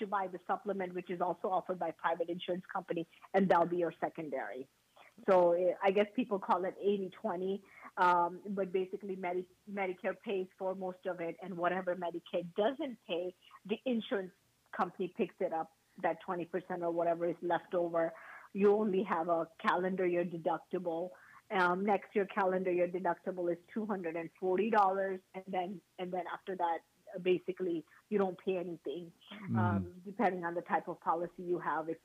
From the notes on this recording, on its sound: We are on 98.7 FM. She calls.